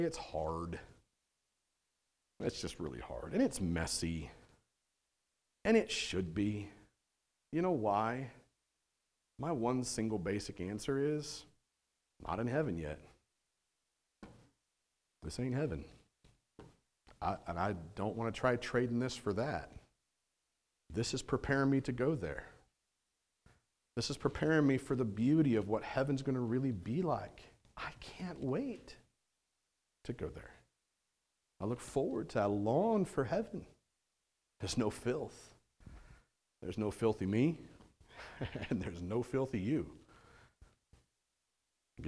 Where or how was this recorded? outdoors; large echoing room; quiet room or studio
large echoing room